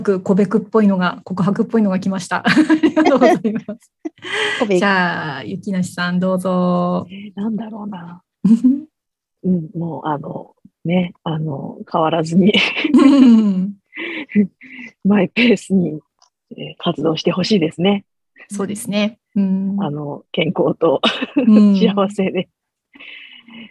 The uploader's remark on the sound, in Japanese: zoom座談会で語りました！